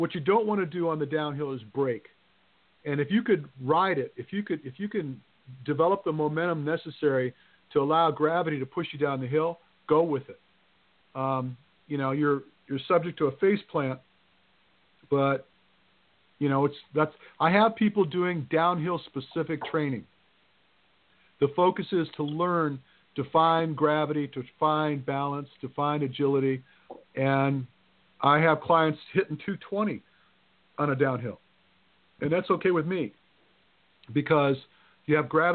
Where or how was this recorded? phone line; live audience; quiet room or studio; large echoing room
phone line